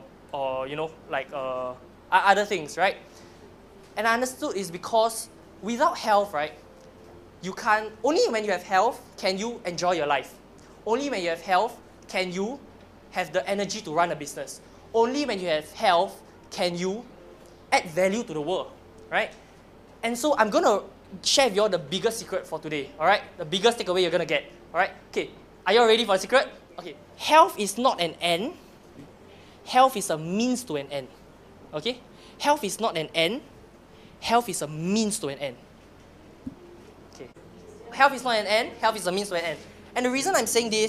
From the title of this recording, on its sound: Keynote for Rev22's 7th Anniversary